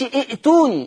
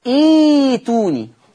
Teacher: طيب الباقي، الباقي ببدأ بهمزة الوصل مكسورة، الباقي ببدأ بهمزة الوصل ايه مكسورة، فما اقولش ائتوني، اقول ايتوني. كسرت همزة الوصل، الهمزة اللي بعدها يناسب الكسرة ايه؟ الياء · Shown in: second take